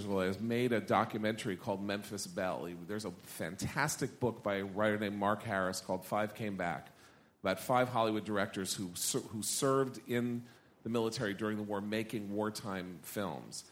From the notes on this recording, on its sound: Live: The Night Owl Session. Live from the National Review Cruise.